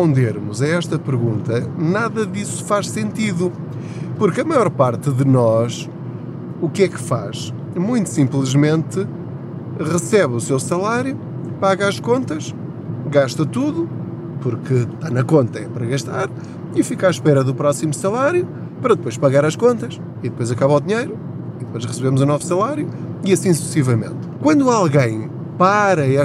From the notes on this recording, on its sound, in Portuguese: Não ligue aos barulhos da viagem.